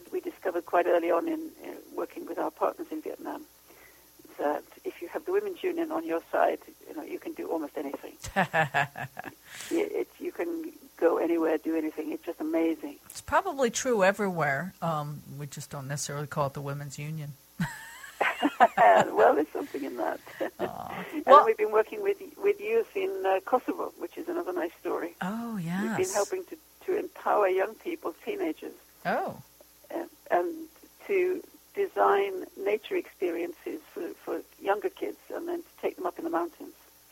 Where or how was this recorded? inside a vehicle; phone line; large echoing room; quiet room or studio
phone line